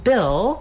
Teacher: the vowel I, which is a lax high front vowel